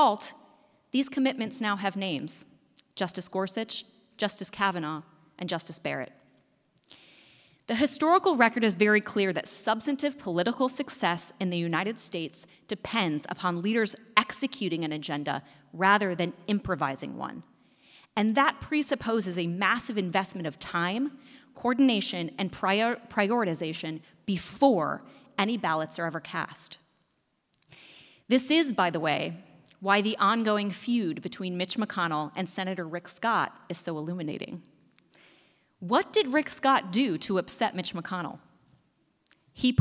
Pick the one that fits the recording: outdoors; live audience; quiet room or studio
live audience